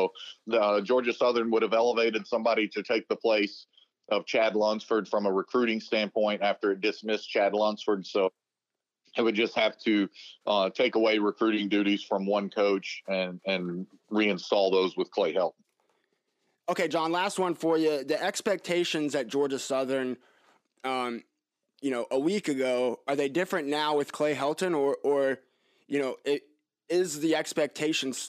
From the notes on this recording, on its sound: talks over the phone